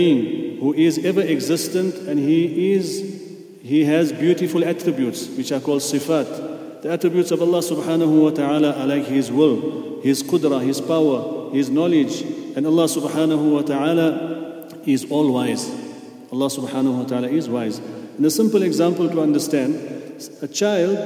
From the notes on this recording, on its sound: at the Houghton Masjid (West Street)